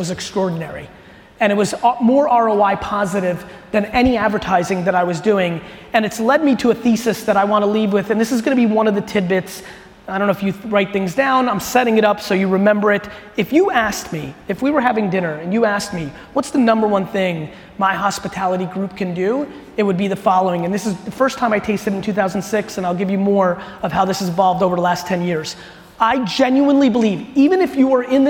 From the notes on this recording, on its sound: This was a fire keynote that I gave in Amsterdam a few weeks back to the Bookings.